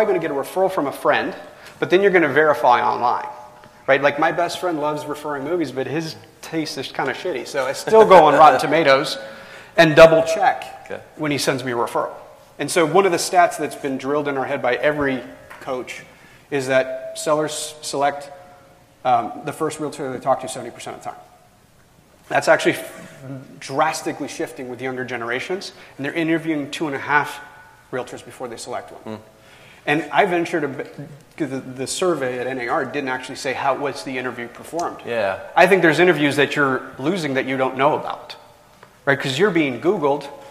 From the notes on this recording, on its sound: From our chat at NLA Live 2019. Onstage live at NLA 2019.